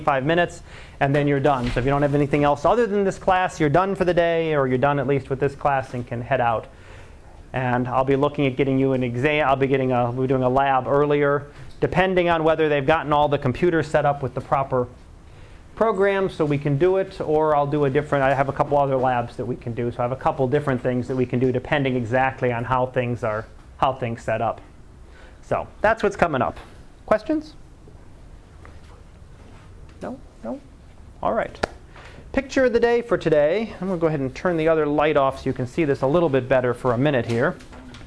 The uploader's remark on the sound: Live Class Lecture